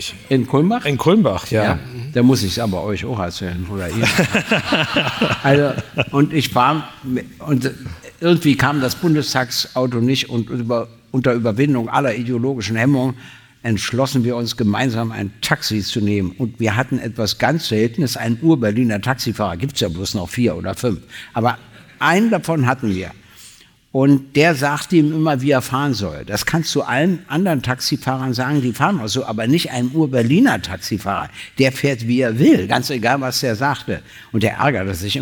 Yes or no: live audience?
yes